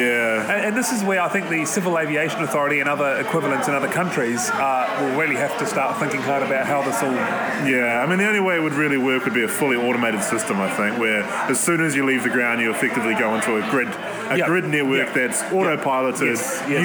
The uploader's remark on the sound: Live from the Southern Cross Bar